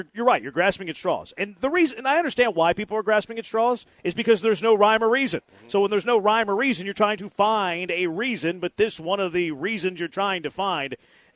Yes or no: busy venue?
yes